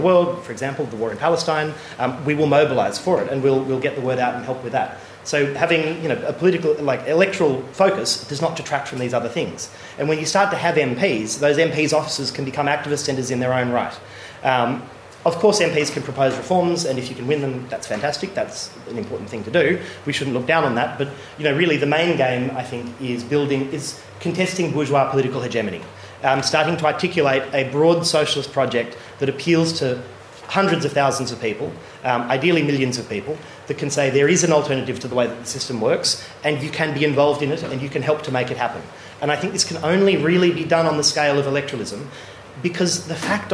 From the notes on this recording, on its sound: Plays the recorded version of a recent keynote lecture.